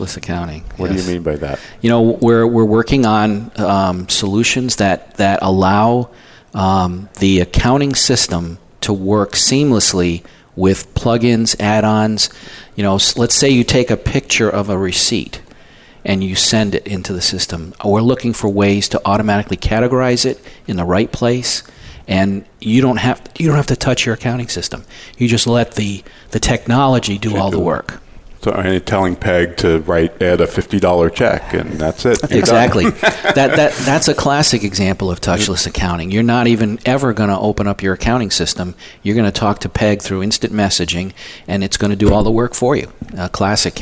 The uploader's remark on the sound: Live Broadcast at the The IPBC IGNITE Conference.